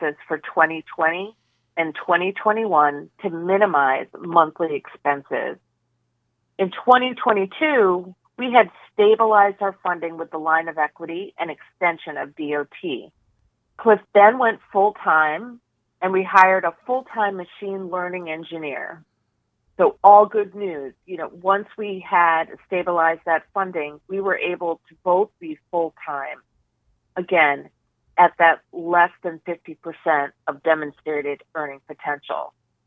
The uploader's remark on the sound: IIOT Oxys August 2022 Conference Call